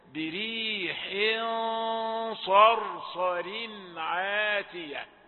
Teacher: الغنة تبقى بتتفخم تبع الحرف اللي جاي بعدها